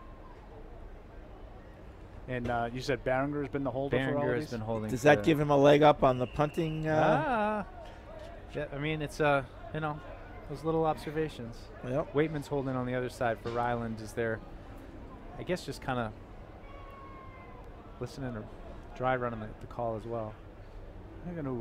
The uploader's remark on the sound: Tune-in as we broadcasted live from Day 1 of Patriots Training Camp.